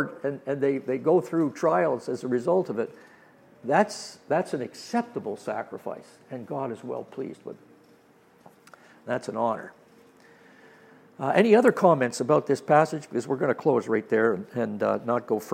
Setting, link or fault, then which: setting, large echoing room